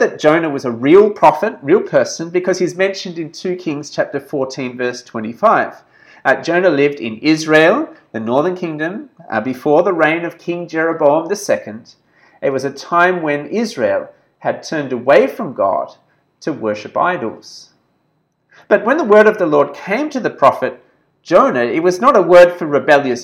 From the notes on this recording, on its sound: This sermon was preached at St George's Church, Penang on 24th February 2021.